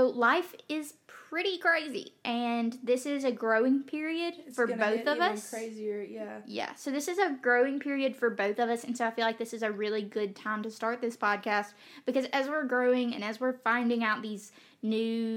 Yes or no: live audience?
no